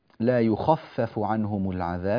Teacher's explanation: هذه الخاء مفخمة، الفاء التي بعدها مرققة